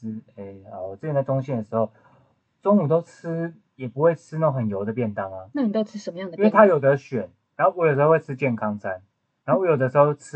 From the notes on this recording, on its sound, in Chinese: 音質很差，建議戴耳機收聽。